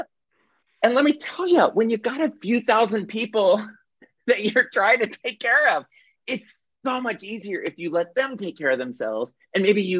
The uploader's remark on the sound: This is the audio recording of our monthly Zoomy Zoom